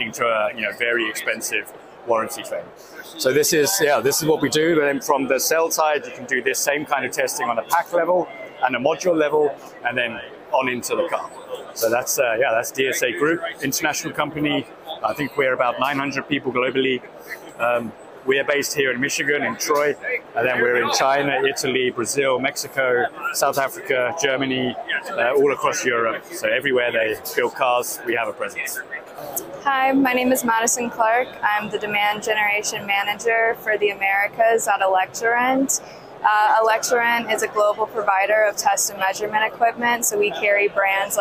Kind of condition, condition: setting, busy venue